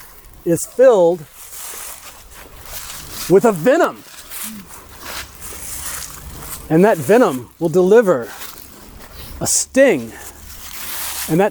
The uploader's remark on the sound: A haunted herb walk recorded on a full moon lunar eclipse in an old growth forest with a church clergy cemetery. Live to about 20 people on a chilly October the 28th just before sunset.